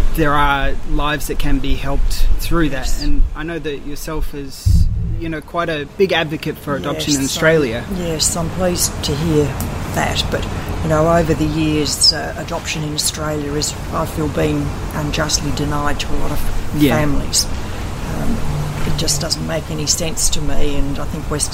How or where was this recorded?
busy venue